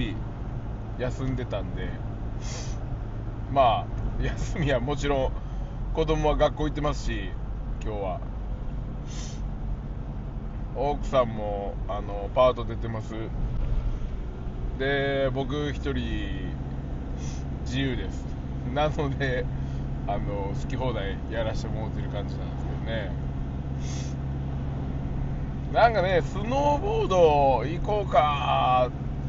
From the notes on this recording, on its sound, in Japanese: サーフィンに向かう道中で収録しました